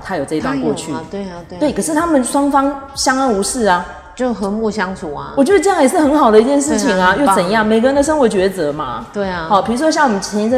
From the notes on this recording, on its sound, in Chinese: 本次錄音地點是社區健身房(空曠音請包涵)